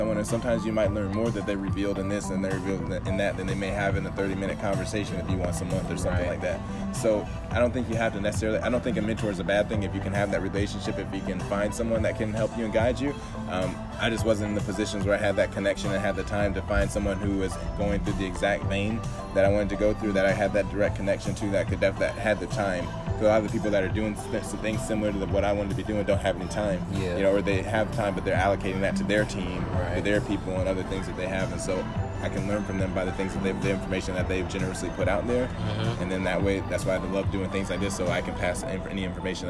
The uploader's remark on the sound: Oh yeah we outside and it's morning time so enjoy the sounds of nature, along with the vibes, and the gems..